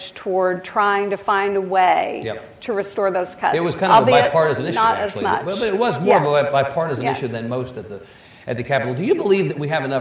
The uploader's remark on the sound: during the closing one-on-one keynote session of The Texas Tribune Festival